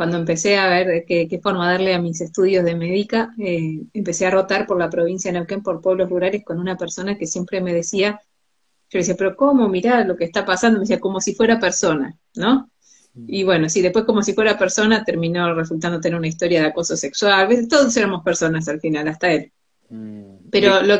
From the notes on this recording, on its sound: Instagram live